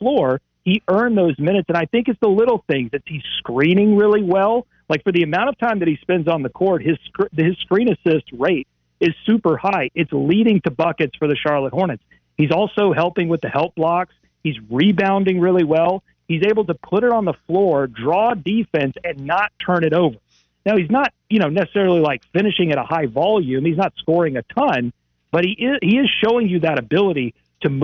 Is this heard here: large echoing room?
no